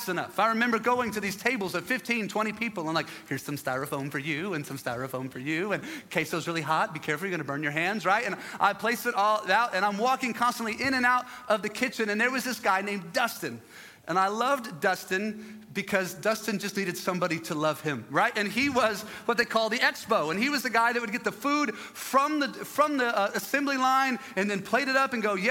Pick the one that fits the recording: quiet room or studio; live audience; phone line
live audience